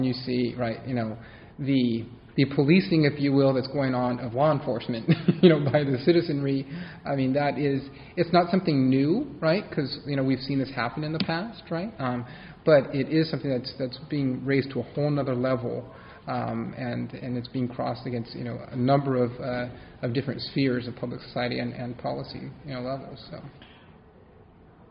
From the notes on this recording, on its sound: This conversation was recorded during a session of the 109th annual meeting of the Pacific Coast Branch of the American Historical Association held earlier this month in Kona, Hawaii.